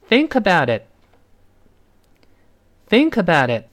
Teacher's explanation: 但最后那个字母 T 失去爆破